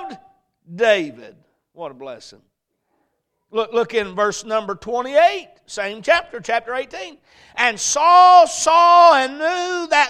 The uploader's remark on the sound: A message preached at Crossroads Baptist Church